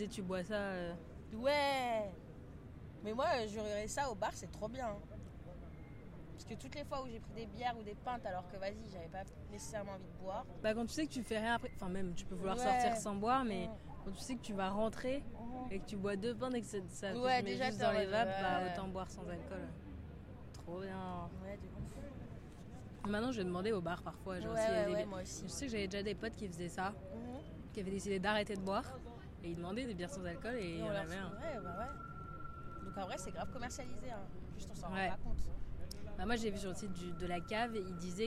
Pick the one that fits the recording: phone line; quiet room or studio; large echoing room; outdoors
outdoors